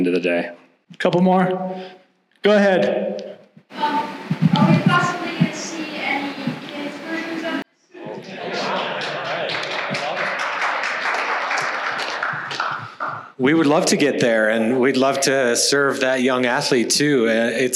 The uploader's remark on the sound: This live podcast was recorded on 11/10 at BOA Headquarters in Denver, CO.